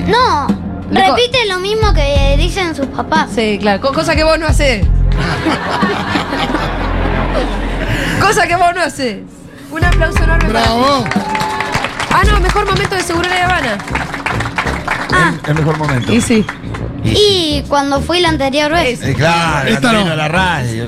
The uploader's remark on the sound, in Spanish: … en vivo en Yunta Bar